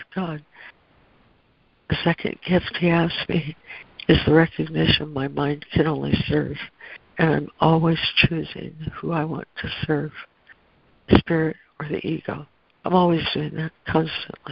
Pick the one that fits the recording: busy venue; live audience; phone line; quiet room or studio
phone line